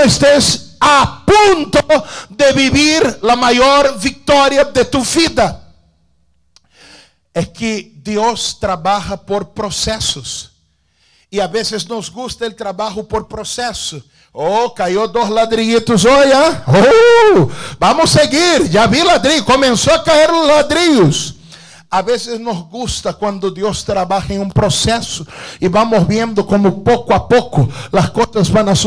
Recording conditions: large echoing room